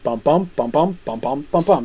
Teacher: That's iambic. Unstressed, stressed, unstressed, stressed.